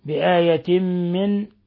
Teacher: تنوين كسر جاء بعده الميم الحكم التجويد إضغام بغنة